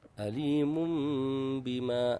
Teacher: هنا إقلاب، والسبب هو وجود التنوين وبعدها حرف الباء